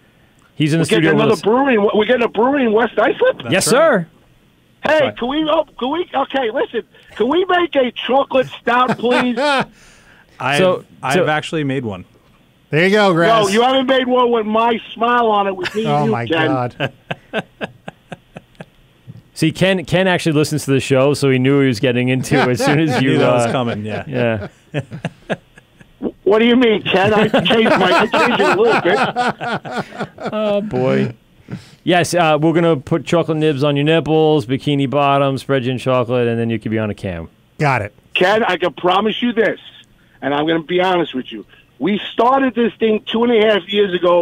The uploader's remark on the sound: both on the phone and in studio.